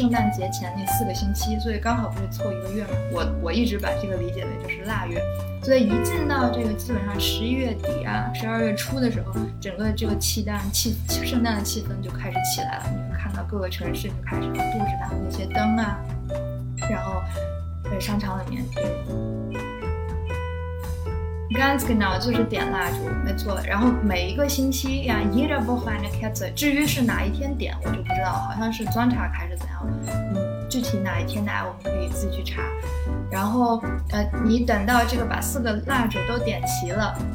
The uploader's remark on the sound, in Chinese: 本次直播时麦克风接触不良，音质有些不清晰